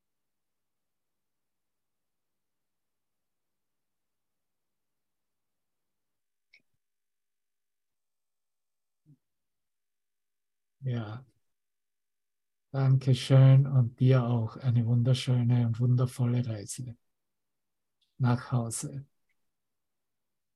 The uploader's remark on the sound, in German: Zoom-Session. Veranstaltet von der Aleph Akademie.